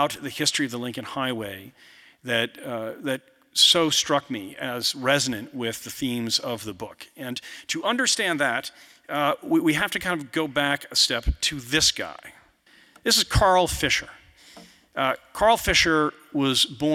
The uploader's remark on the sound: you’ll hear the audience react to some visuals